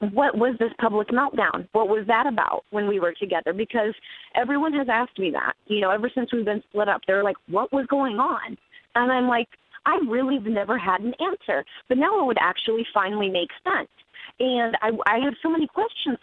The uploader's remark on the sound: got her on the phone